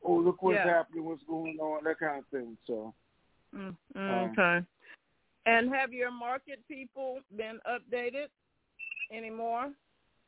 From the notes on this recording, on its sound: TNTSuperfantastic Conference Call